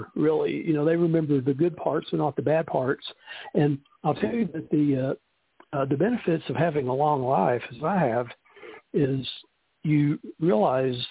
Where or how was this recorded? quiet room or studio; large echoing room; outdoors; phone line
phone line